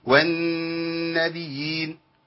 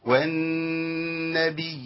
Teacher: انا عندي ياء مشددة بعدها ياء مادية · Shown in: second take · Term: تمكين الياءين